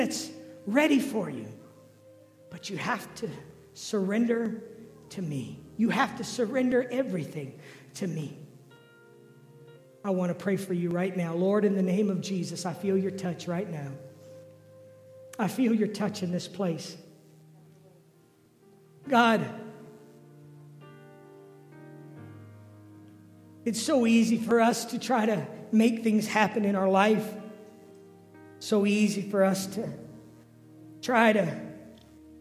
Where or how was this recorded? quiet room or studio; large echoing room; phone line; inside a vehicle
large echoing room